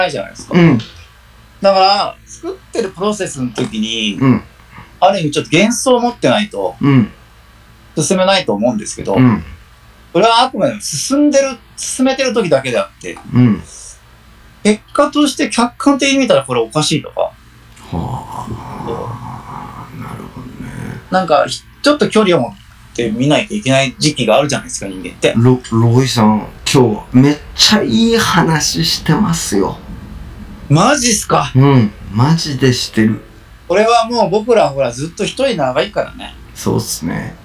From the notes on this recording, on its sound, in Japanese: 暴走し続けるオンライン忘年会の件(音質悪回)。オンラインのため、音質悪くてすみません！